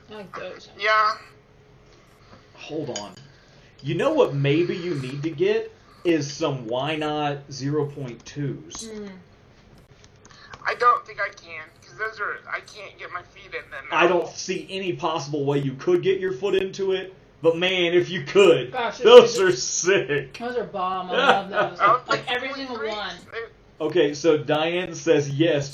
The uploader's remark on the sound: Forgive the terrible audio quality.